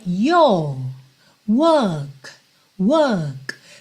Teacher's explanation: no sotaque britânico, tradicionalmente, esse R não seria enrolado, mas ele funcionaria um pouco como um alongamento da vogal anterior